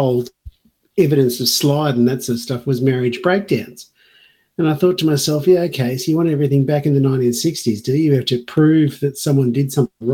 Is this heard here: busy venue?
no